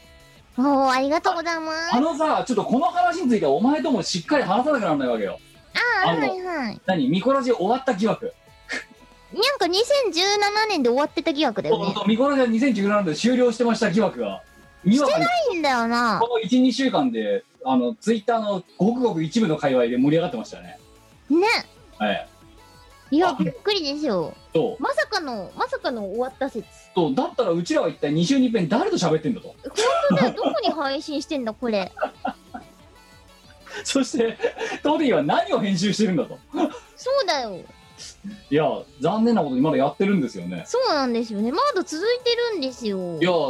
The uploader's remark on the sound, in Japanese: 本番組はリモート収録です。収録時環境の影響により、聴き取り辛い部分があります。音声が歪んだり飛んだりしています。